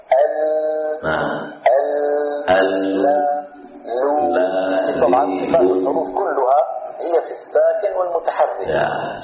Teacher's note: Nah, ketika suara dari depan tertutup, ini tertutup sudah, enggak ada jalannya. Ternyata suara mendapati ada celah dari sisi kanan, sisi kiri, maka dari sinilah suara itu keluar, kemudian keluar dari mulut. · Term: inhiraf